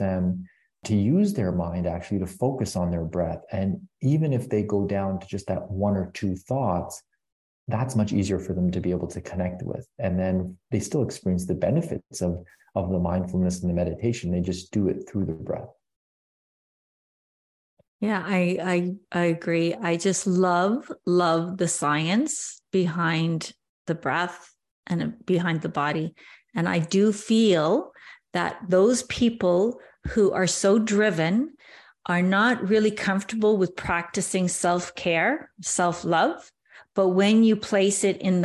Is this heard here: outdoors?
no